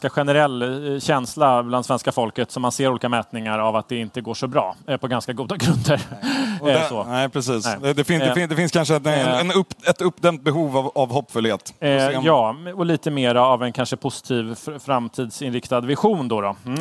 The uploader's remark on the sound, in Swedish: live från Almedalsveckan i Visby